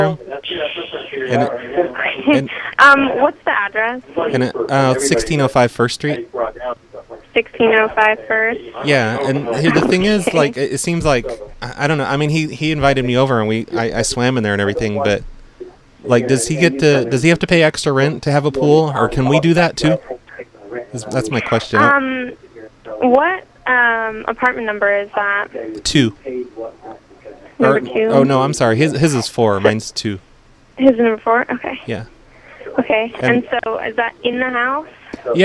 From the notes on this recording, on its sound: …'s Personal Prank Phone Calls Collection.